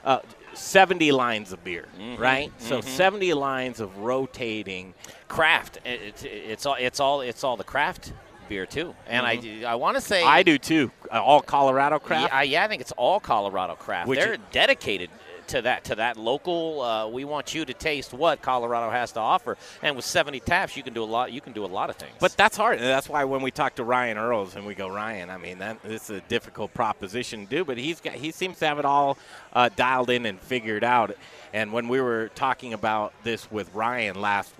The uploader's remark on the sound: The Modern Eater Show Live from Tap 14 downtown!